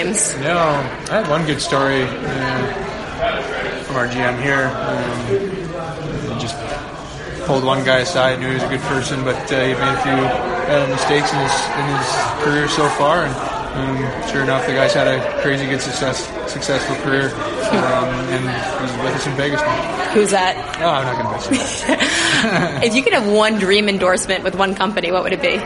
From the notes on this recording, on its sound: record from the NHL Awards in Vegas.